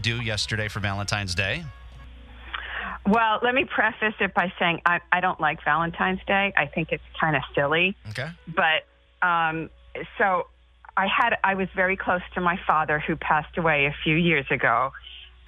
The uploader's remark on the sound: people call